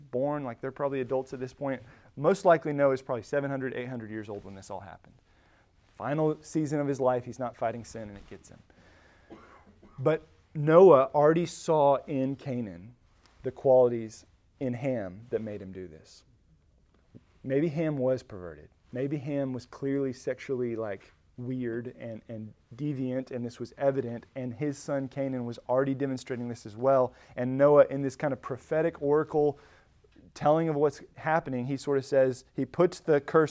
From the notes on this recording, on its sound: Recorded at Emmaus Church in Buford, GA